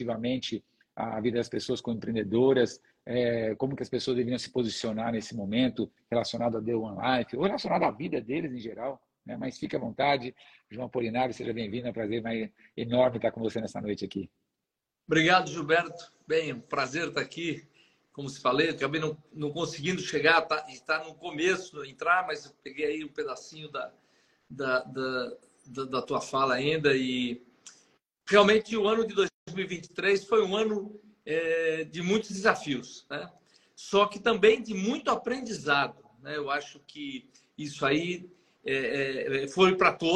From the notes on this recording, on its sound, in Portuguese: Gravado em 21/12/23, via Instagram.